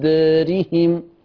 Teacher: ما تنسوش إن دارهم تقليل قولا واحدا لأن جه بعد الألف راء متطرفة مكسورة